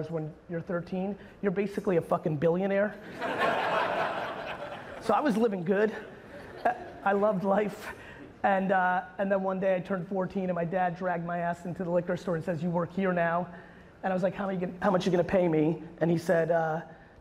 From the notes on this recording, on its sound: a recent keynote I gave in Naples, Florida at Hall of Aime